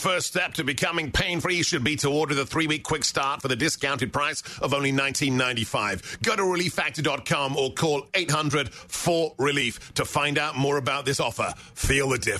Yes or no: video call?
no